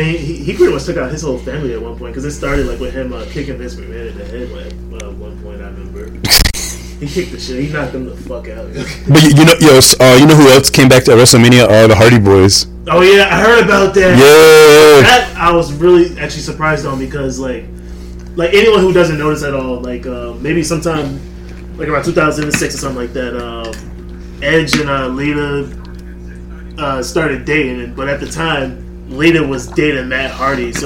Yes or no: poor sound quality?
yes